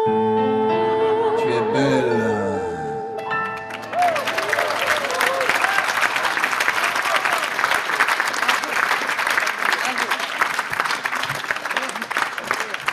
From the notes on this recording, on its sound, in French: Une émission sur le thème de l'Odyssée, enregistrée à Avignon lors du festival.